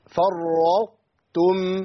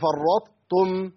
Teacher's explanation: بدخل الطاء في التاء لكن مع بقاء صفه من صفات الطاء · Shown in: first take · يقول مثلا فرطتم، ما اقولش فرطتم كده انا جبت طاء وتاء، لا انا بجيب تاء مفخمه، يبقى فضلت معايا ايه؟ · Term: الادغام يبقى ناقص